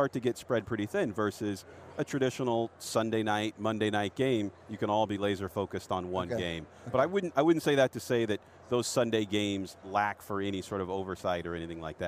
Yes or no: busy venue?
yes